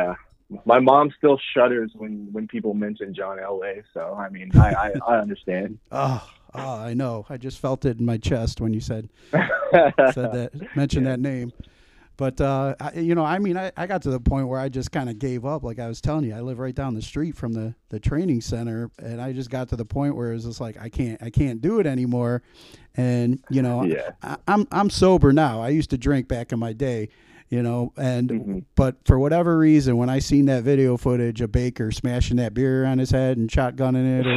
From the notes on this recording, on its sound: phone interview